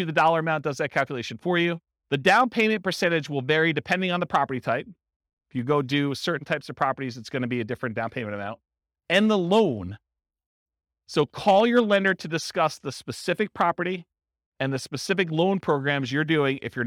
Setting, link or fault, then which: setting, live audience